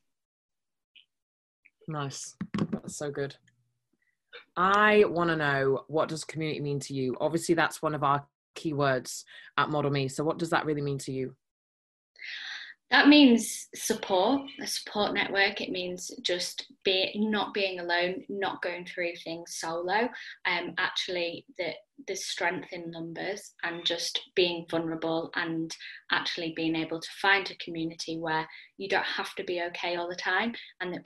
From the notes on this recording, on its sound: I sat down (over zoom!)